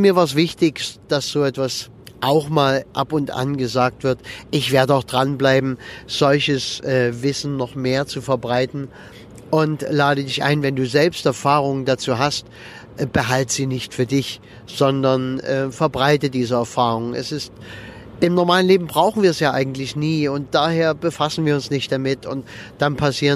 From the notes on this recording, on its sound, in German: Wenn ich mit meinem Aufnahmegerät am Straßenrand im Auto sitze, wenn ich während der Autofahrt aufnehme oder sonst irgendwie, dann ist die Aufnahmequalität etwas gemindert. Manchmal kannst du hier auch eine Rede mithören.